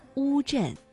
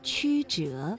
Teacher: 读乌的时候，舌面的后部是抬高的，而迂呢，舌面的前部是抬高的。